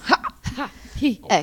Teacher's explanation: E poi la H causa quella che viene chiamata la pausa glottale · le vostre corde vocali si stanno chiudendo